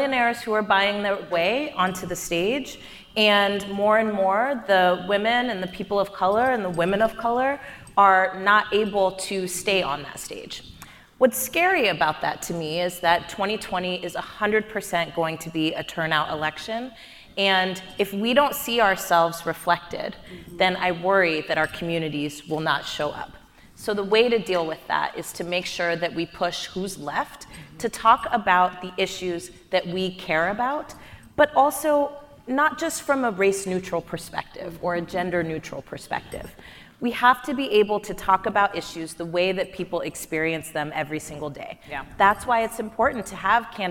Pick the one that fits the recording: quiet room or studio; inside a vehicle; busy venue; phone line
busy venue